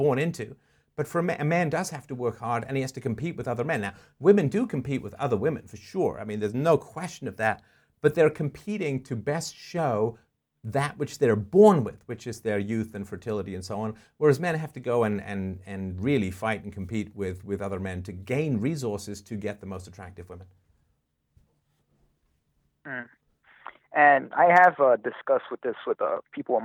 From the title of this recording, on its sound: Freedomain Call